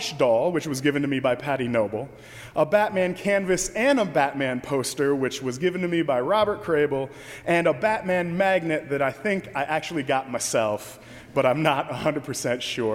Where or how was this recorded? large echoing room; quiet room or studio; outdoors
large echoing room